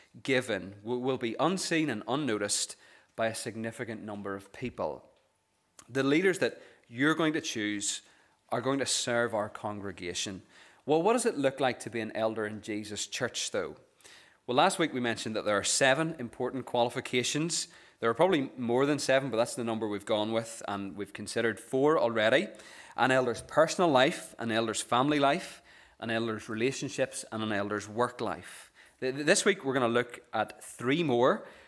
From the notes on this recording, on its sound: This is the recording of the Bible reading and sermon from our morning service on Sunday 17th September 2023.